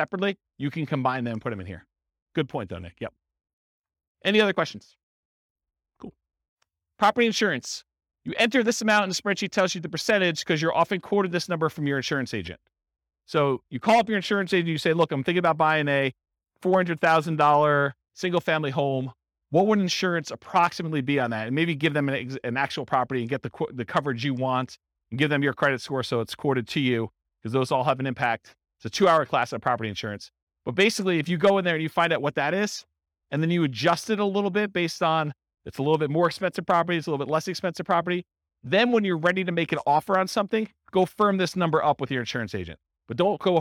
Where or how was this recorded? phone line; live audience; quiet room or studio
live audience